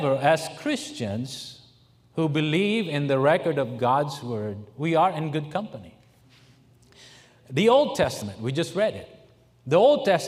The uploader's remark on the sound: during the Sunday Morning service on August 20, 2023, at North Valley Baptist Church in Santa Clara, California